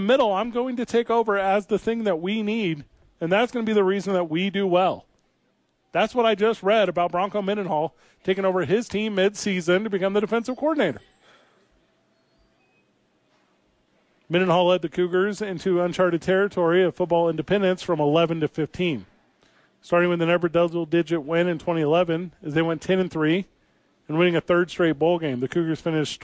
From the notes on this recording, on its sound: live from the YMCA!